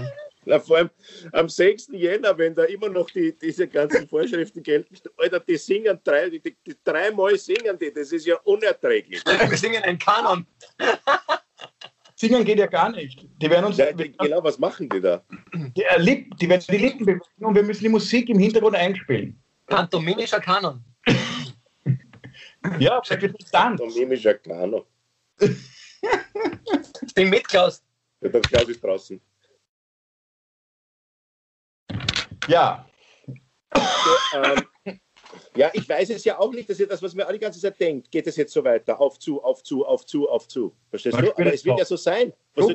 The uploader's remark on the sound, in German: Aufzeichnung einer Skype Session vom Montag, 9. Weil das aktuell nicht möglich ist, finden sie ihr Publikum, indem sie einander via Skype am Abend beim Reden zusehen.